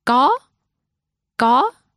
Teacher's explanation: Có is said in the rising tone.